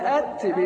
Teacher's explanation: يبقى تخرج التاء من التقاء طرف اللسان مع أصول الأسنان العليا